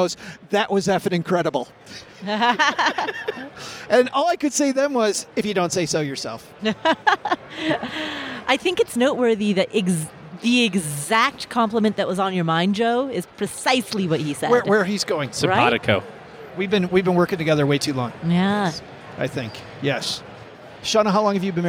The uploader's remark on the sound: Live from Podcast Movement. That's why today we're live from the floor of the 2023 Podcast Movement Conference with two other great podcasters.